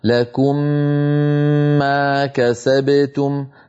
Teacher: نطبق الشفتين على الميمين إطباقة واحدة